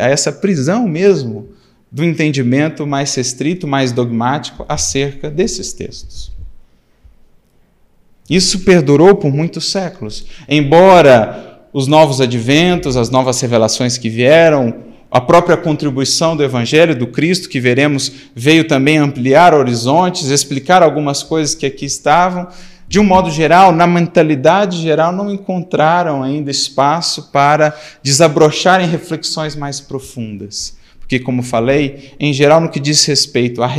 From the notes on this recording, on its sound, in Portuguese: Seminário gravado no Auditório Francisco Cândido Xavier. Em São Paulo.